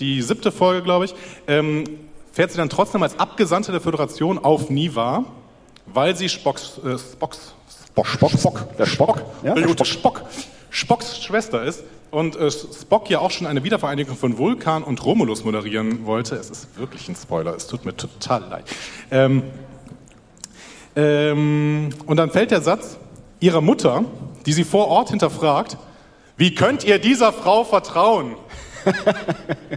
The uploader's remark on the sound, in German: Live von der Fedcon 29